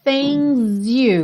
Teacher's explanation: Você já junta esse S e percebe que ele ganha até um som de Z.